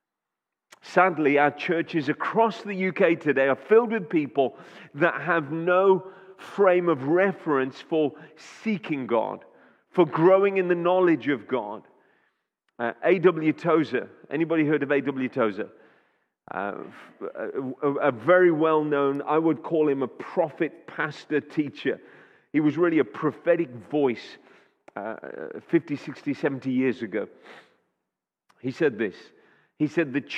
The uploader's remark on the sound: Audio recording taken from Kent Prayer Quake 2021